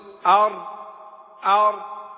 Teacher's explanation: فإن الانحراف فيها ينحرف من جانبي طرف اللسان إلى وسطه